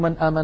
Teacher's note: الحرفان المتباعدان هما الحرفان المتباعدان في المخرج والصفات نحو من آمن، لاحظوا من آمن، النون ظاهرة عند الهمزة لأن النون من طرف اللسان والهمزة من الحلق · Term: الإظهار